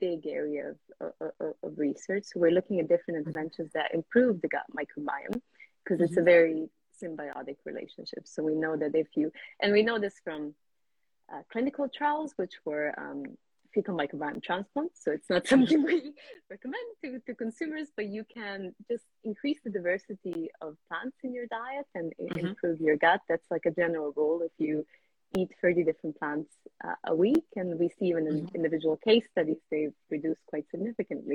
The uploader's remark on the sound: Today’s episode is from my Instagram Live deep-dive conversation